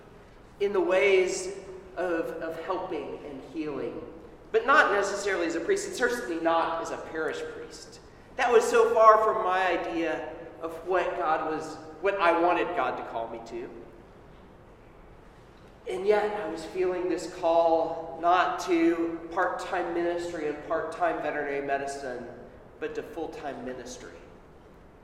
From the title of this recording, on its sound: Sermon at Holy Trinity Anglican Church on 1 AUG 2021